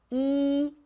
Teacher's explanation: 이는 앞니 쪽에서 소리가 나죠. 그래서 소리가 얕아요.